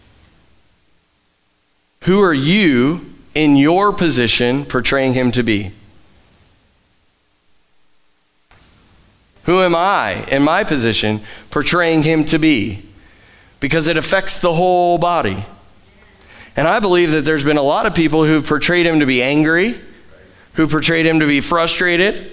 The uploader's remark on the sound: Live from The Summit Church in Dover, OH